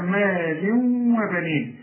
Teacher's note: مال تنوين وبعد واو، كل تنوين بعد واو في غنه